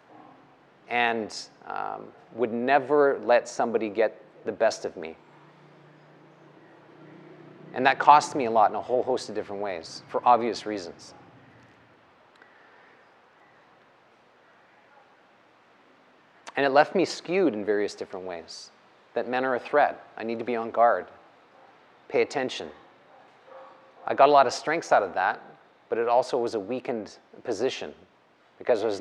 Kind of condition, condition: setting, live audience